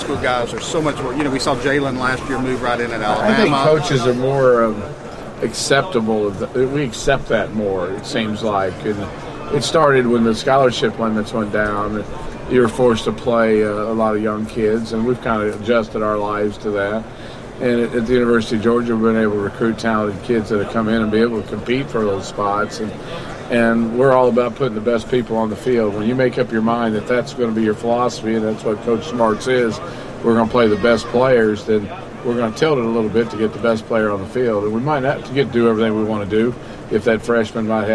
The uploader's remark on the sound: CFP National Championship Media Day Press Conference